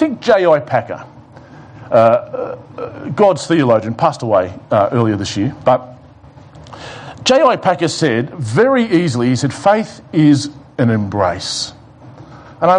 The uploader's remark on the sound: It was preached at The Rock Christian Church on Sunday 29 November 2020 in the morning Service.